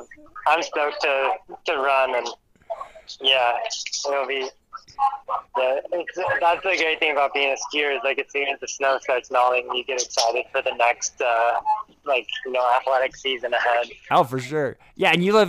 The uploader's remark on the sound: we caught him en route to Slovenia for a quick phone call.